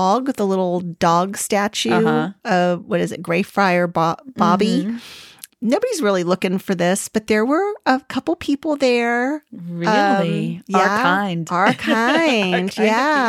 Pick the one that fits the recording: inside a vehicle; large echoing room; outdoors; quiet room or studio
quiet room or studio